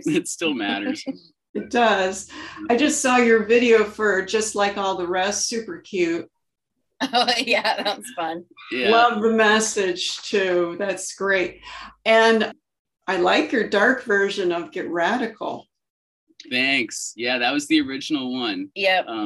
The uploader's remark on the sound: Via Zoom. Via Zoom.